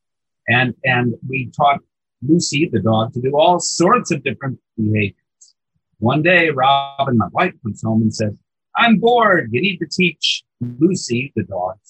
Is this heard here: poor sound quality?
yes